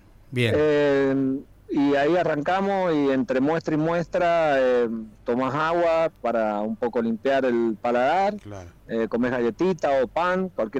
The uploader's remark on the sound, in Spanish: Charlamos por teléfono